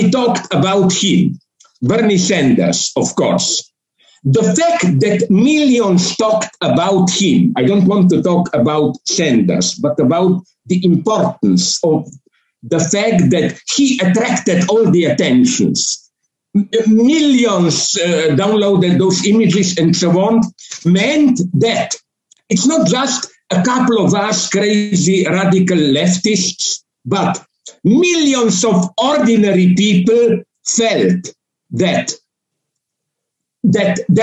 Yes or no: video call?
yes